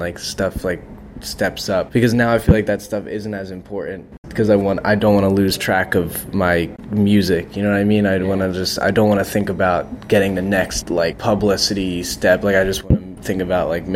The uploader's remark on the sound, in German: auf dem Primavera Sound Festival